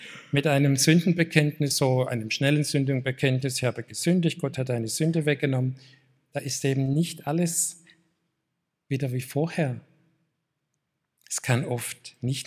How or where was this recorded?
large echoing room